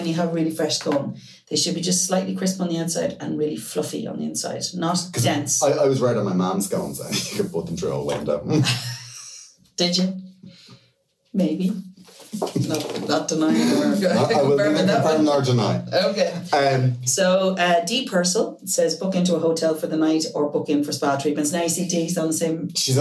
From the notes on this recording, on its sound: pressed the wrong button on the desk when recording and there was a mic problem